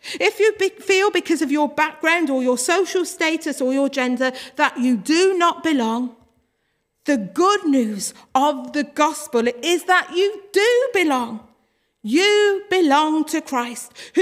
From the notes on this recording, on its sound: Worship from Morley Salvation Army, originally broadcast live in June 2021.